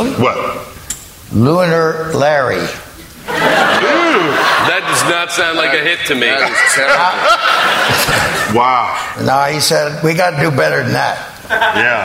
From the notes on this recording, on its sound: StarTalk Live at Town Hall. On StarTalk Live’s mission to explore Town Hall in NYC.